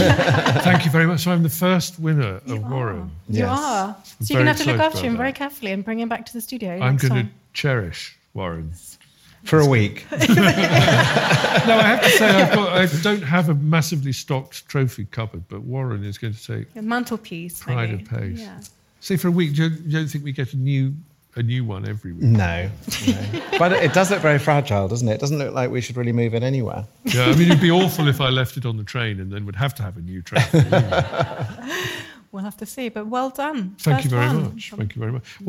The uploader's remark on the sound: A very special LIVE episode of The Rabbit Hole Detectives all the way from The Royal in Northampton where the audience, and not the Disembodied Voice, declares this week’s winner.